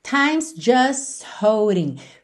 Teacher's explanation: nem passa pelo T de just